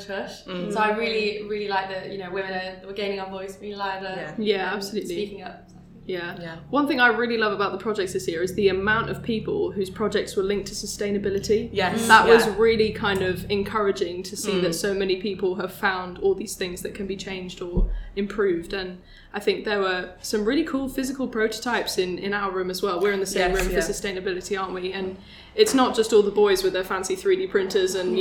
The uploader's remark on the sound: Unfolded - Live: Women in Design. Live from the 'Made in Brunel Final Showcase'.